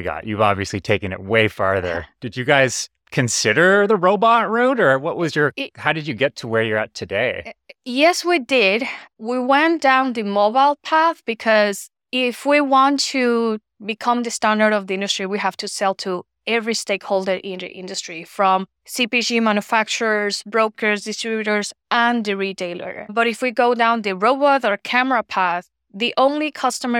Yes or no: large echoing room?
no